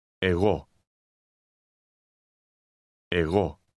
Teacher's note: The G will have this γ sound when followed by the Greek O, A, or by consonants